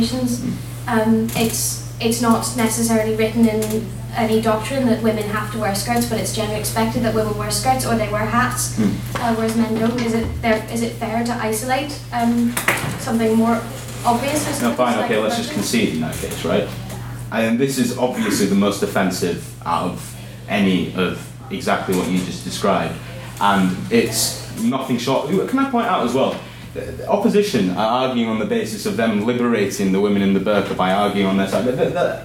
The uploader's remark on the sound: The recording of the sixth ordinary meeting of the one hundred and sixty-eighth session of the Queen's University of Belfast Literary and Scientific Society. The House convened to discuss the motion.